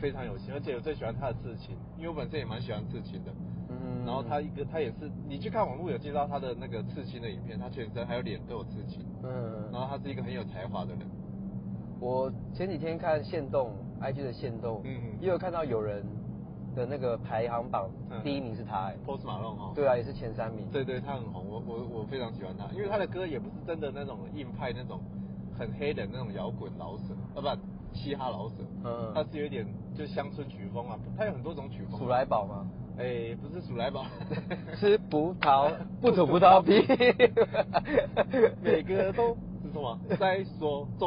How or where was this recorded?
inside a vehicle